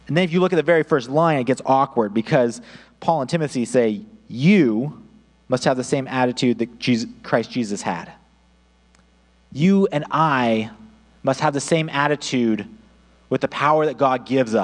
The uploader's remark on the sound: audio only recording of our service